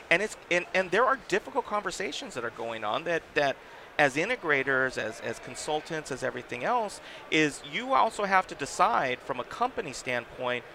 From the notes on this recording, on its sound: On the show floor of InfoComm 2022 to talk in person about the control programming side of the AV industry.